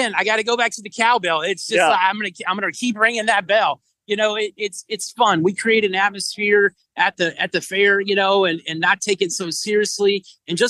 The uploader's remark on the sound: The BedBuzz Live from the Tulsa State Fair.